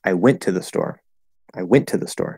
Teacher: you're giving super stress or focus word stress to went because you're clarifying the action